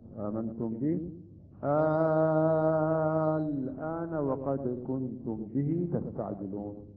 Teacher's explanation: هذا المد أيضا يمد مقدار ستة حركات، يمد ستة حركات مثل المد اللازم المثقل. · Term: المد اللازم المخفف الكلمي